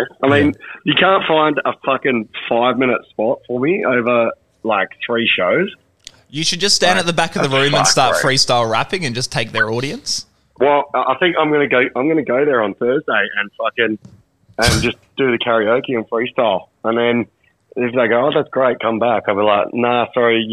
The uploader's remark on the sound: phoned in from Bali